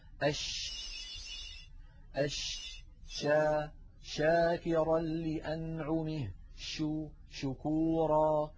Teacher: فهكذا نجد بأن الشين لا ينقفل المخرج عند النطق بها بل يبقى مفتوحا يمر منه الصوت